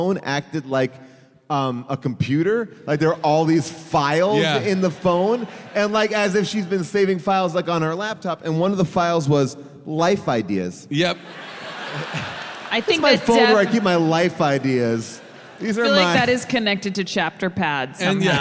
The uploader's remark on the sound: Recorded live from Durham, North Carolina